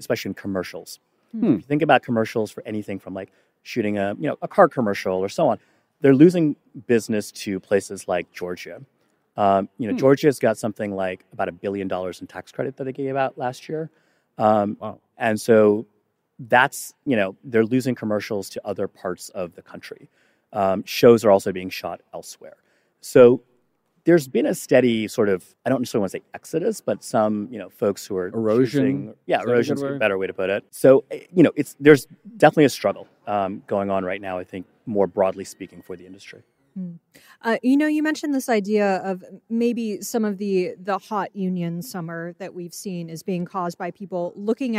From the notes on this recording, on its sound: This special episode of Odd Lots was recorded live at the Bloomberg Screentime festival earlier this month in Los Angeles.